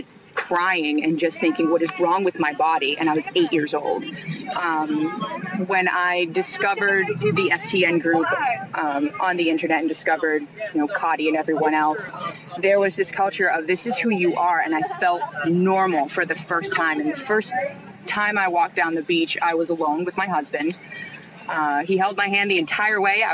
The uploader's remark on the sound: Women speak out on Go Topless Day at Hampton Beach. Women at Hampton Beach share their thoughts on Go Topless Day at Hampton Beach, an annual national event held Sunday, Aug.